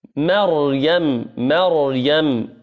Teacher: ما ميم مرققة ثم الراء مفخمة ثم الياء والميم مرقق